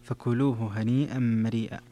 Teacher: في قوله هنيئا مريئا أيضا مد في هنيئا، مد متصل، اتفق القراء على مده